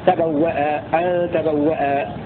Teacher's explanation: قوله تبوأ بيا وقف حفص لم يصح فيحمل، ورد قول أن حفصا يقف على كلمة تبوأ بإبدال الهمزة يا، وهذا قول غير صحيح، فيقول لحفص الوقف بتحقيق الهمزة